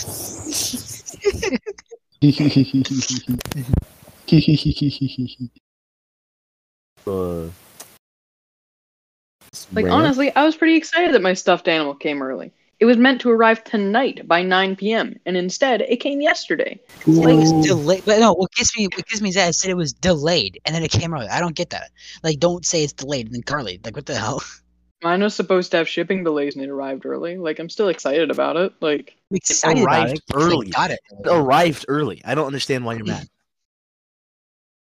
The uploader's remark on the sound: Our audio may be choppy.